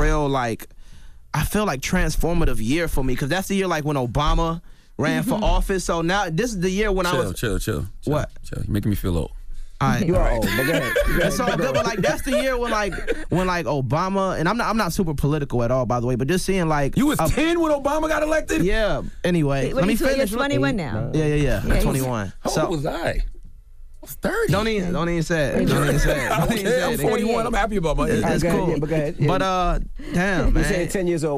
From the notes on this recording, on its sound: We opened up the phone lines.